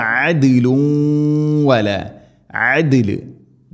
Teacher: ദാലിന് സുക്കൂൻ ഖൽഖല ചെയ്യണം, ശരിക്കും കേൾക്കണം